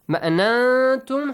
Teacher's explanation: Hide the sound of noon here.